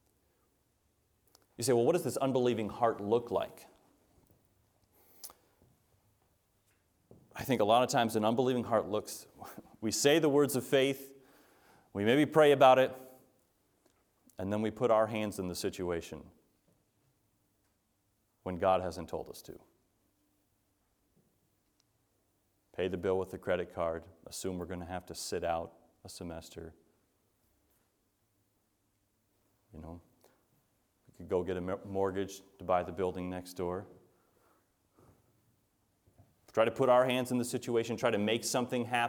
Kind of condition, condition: setting, large echoing room